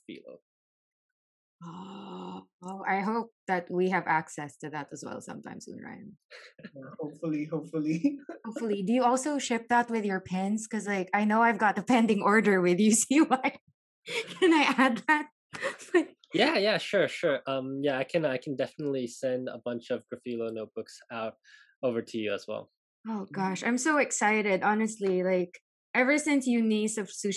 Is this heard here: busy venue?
no